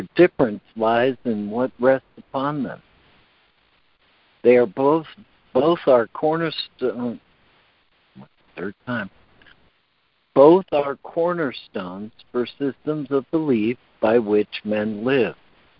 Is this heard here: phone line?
yes